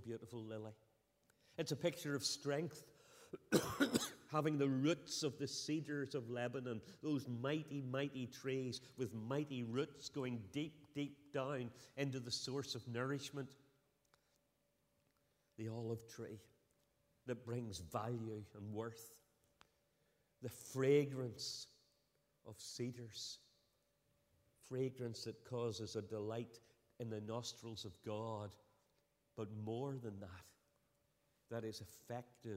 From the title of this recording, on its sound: Sunday 8th October 2023 evening service